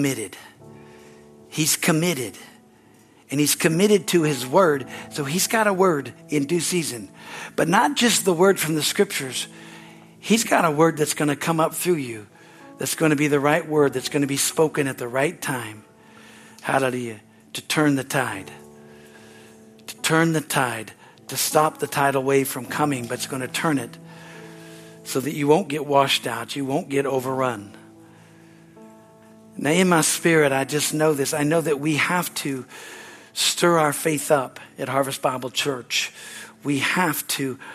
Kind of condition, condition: setting, large echoing room